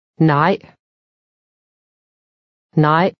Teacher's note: Notice how this word ends abruptly. This is called a glottal stop.